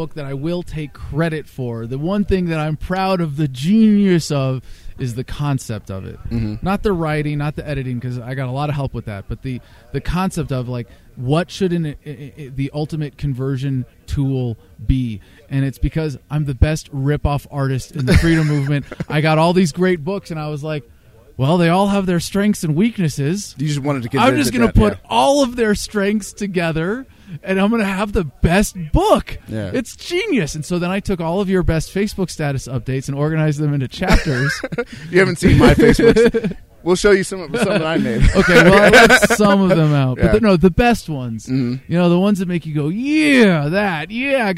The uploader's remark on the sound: at the fifth annual Jackalope Freedom Festival Non-Event 2016 at Baca Meadow, AZ